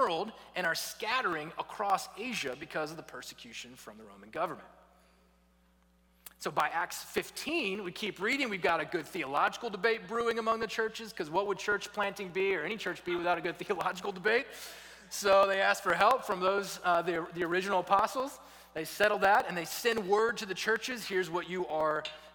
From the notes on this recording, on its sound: was preached at Redeemer Church on November 13, 2022